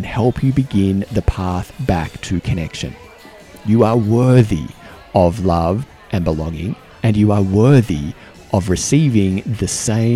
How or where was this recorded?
busy venue